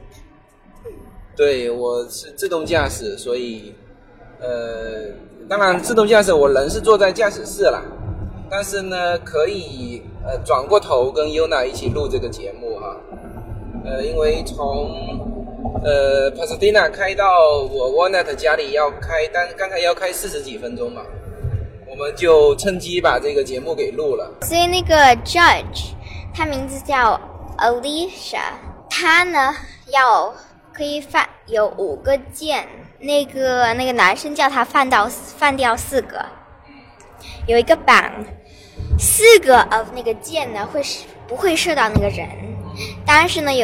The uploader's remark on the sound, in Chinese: 亲历“美国达人秀”决赛现场。